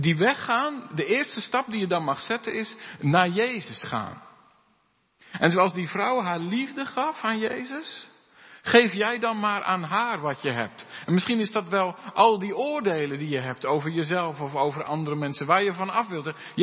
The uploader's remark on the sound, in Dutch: De preek is op 12 februari 2023 opgenomen in De Hoeksteen te Haren